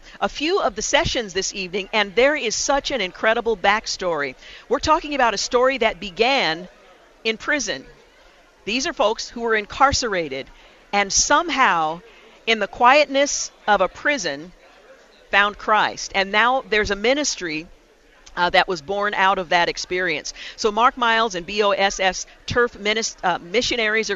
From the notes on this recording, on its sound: we broadcast live from Mission Connexion Northwest 2020 , One Body, One Voice, One Mission, at Rolling Hills Community Church in Tualitan.